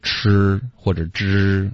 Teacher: 你的舌尖会往后卷一点，然后顶到你的这个上齿后面的这块骨头